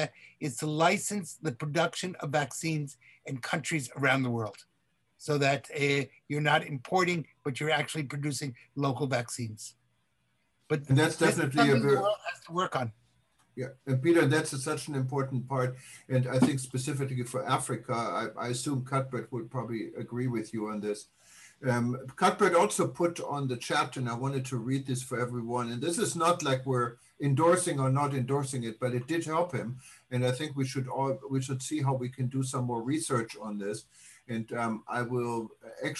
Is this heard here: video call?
yes